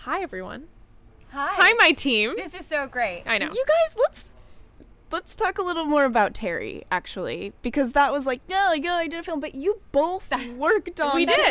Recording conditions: busy venue